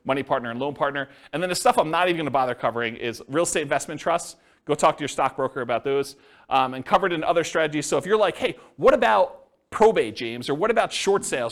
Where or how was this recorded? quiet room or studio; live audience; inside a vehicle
live audience